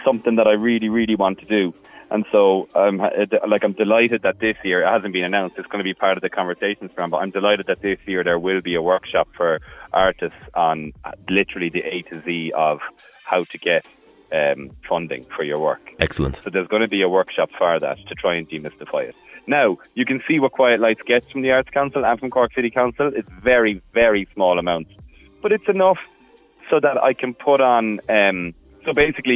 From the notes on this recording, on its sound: we’re joined on the phone by musician, promoter, artist manager, and Quiet Lights festival head